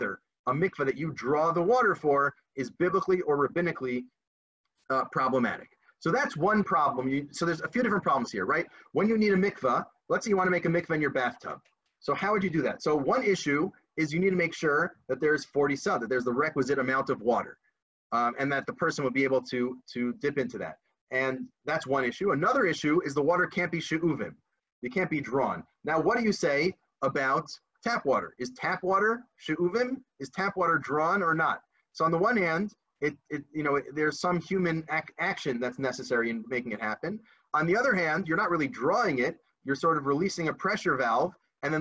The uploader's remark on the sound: This audio was originally captured from Zoom on 05/11/2020